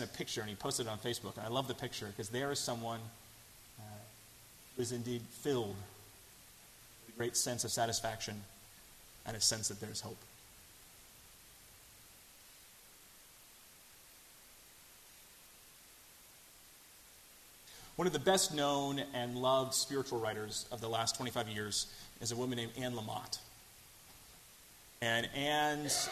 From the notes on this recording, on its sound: delivered at First Congregational Church of Houston on January 29, 2017.